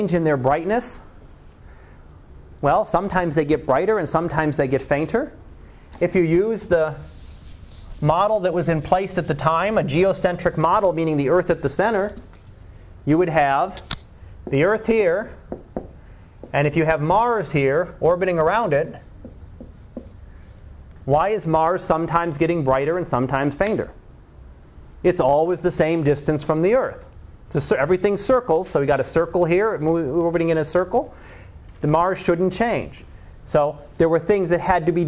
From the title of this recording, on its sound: Live Class Lecture